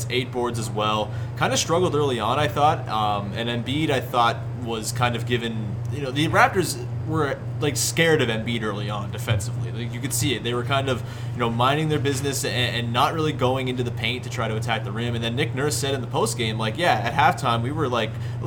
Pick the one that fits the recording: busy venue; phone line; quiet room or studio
busy venue